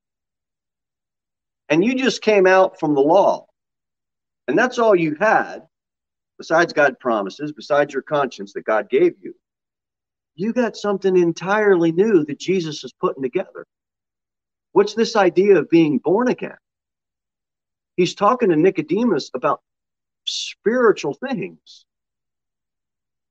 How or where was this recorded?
large echoing room